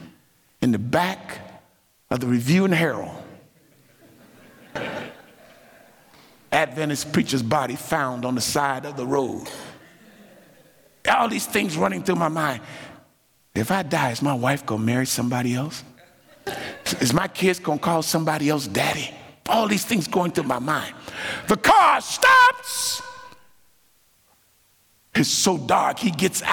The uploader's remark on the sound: Tuesday night's main session at the 2023 Propel Conference